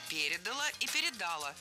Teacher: но ударение на окончании – ошибка